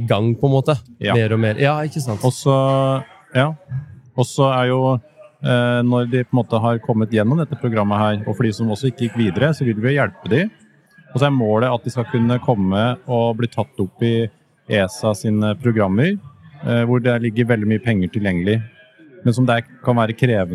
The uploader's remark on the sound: S4 EXPO LIVE